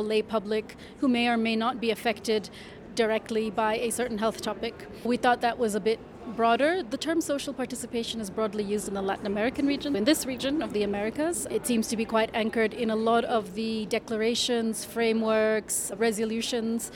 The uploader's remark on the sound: Conversations in the Halls